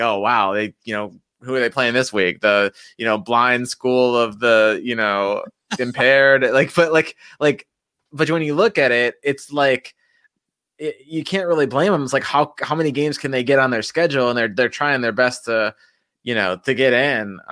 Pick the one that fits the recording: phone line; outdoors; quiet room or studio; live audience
quiet room or studio